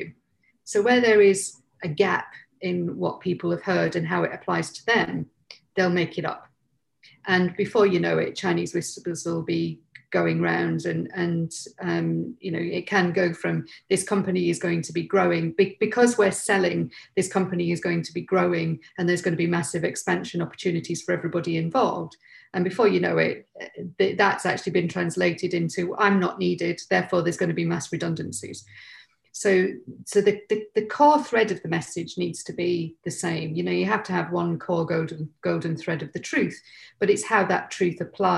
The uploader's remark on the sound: In this web chat (panel discussion)